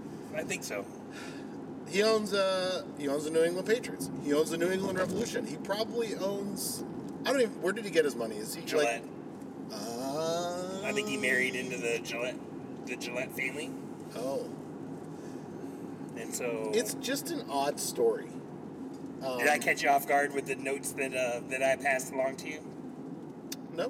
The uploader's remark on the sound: Record again in the car on the way to the Atlanta United Champions League game out in Kennesaw.